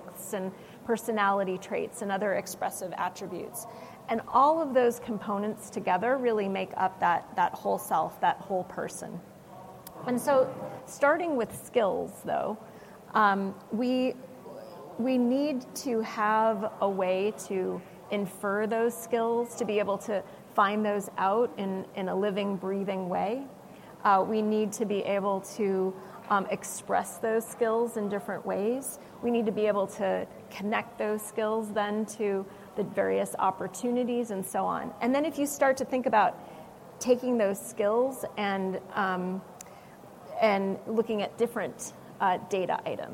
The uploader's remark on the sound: Live with SAP from the HR Technology Conference